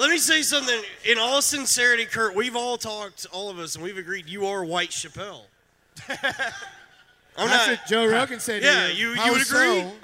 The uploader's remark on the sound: LIVE from Skankfest South at The Secret Group in Houston, Texas!